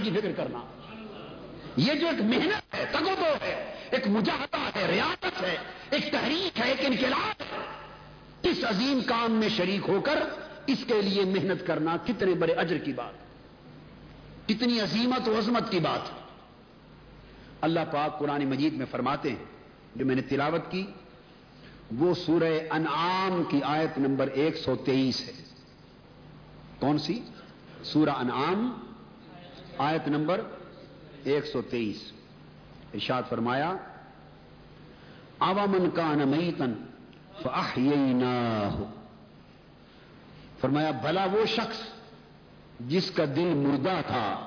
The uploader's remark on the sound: A Speech delivered at Jamy Masjid Razay Mustafa